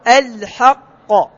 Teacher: انطق الحاء مستفالة ثم انطق القاف